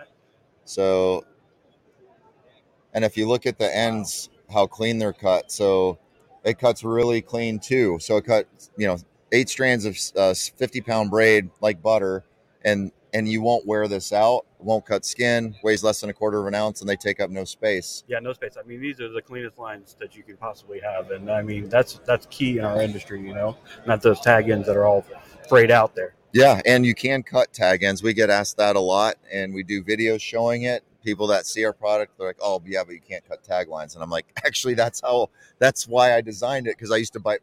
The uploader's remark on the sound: Live from ICast '23